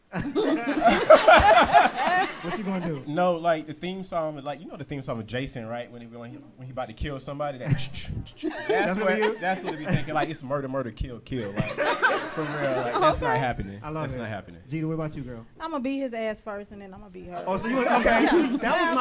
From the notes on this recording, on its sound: Live Show. LIVE in Charlotte, NC!!!!